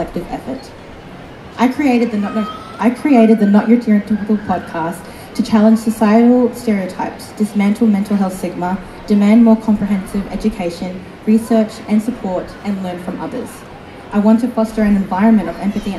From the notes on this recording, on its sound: At the Sydney Disability Expo. Apologies for the background noise. Presented and recorded live.